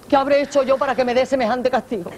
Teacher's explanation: En general, la S andaluza está muy adelantada, eso quiere decir que está muy cercana a los dientes.